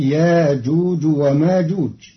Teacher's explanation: قرأ قالون كلمتي يأجوج ومأجوج بإبدال الهمزة الساكنة حرف مد بمقدار حركتين، فتصير إذا فتحت ياجوج وماجوج، مرادا به التخفيف.